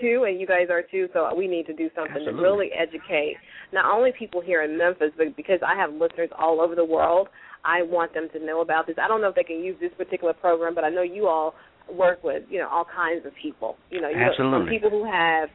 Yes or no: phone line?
yes